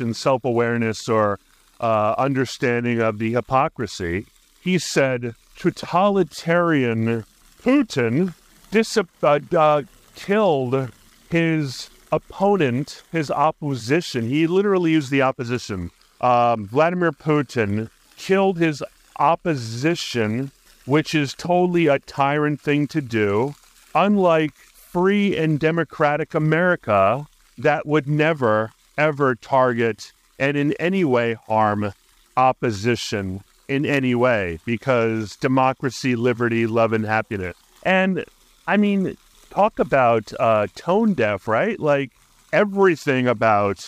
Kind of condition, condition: setting, outdoors